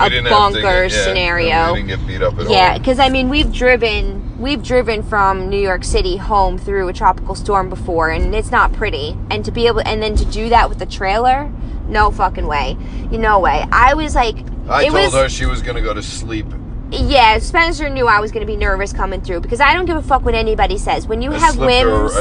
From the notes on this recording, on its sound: Heading home from Secret Sinsations hotel takeover with Mizzy's Boutique. Chit chat it up in the car.